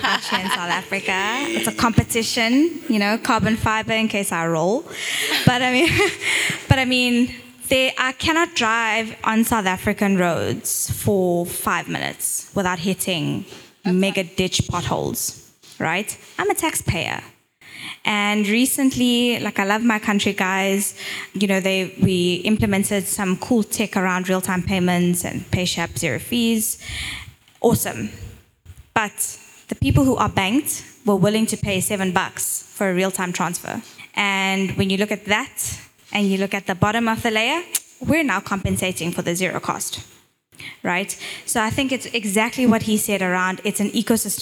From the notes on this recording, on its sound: The African Pre-seed podcast partnered with the Africa FinTech Summit in Lusaka, Zambia, to host the first-ever edition of APS Live. Had three amazing guests on the couch in front of a live audience.